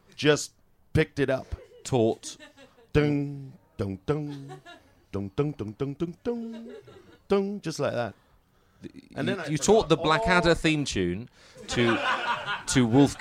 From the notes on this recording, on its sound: In the third episode to be recorded at the Edinburgh Festival Fringe, we again take questions from the audience.